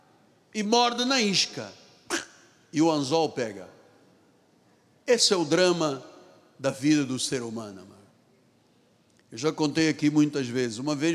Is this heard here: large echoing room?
yes